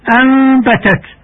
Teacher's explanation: إقلاب النون الساكنة إلى ميم مخفاة بغنة عند حرف الباء